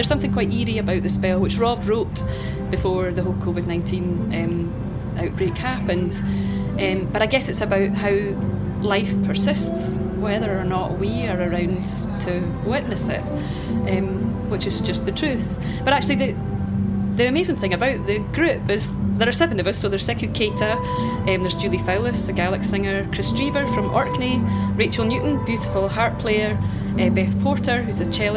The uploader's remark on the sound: We return for a second episode at the Folk by the Oak Festival in Hertfordshire. More magic at the Folk by the Oak festival.